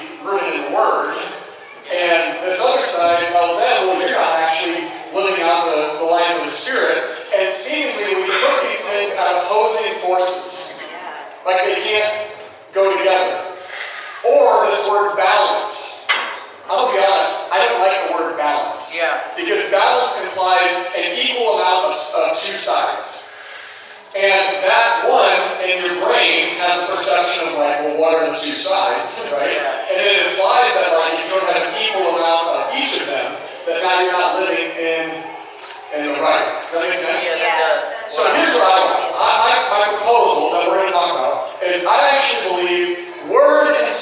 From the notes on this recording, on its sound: Had an issue with the recording so sound quality is not as good. We felt the message was important enough to share even in reduced quality.